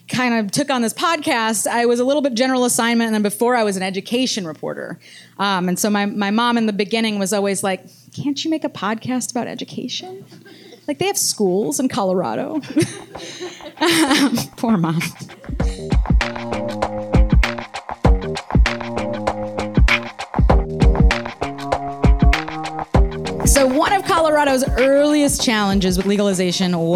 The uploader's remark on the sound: The On Something team recently headed to Massachusetts for our first-ever live episode.